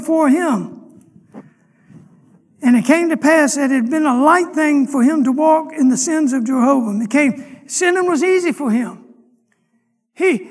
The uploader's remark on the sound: Sunday morning lecture